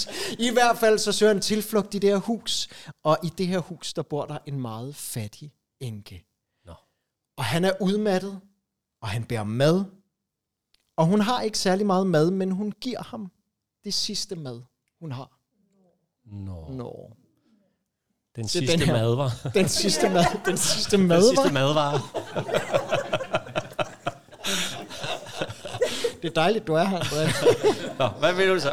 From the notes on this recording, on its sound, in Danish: Optaget live i Kulturium, Ishøj.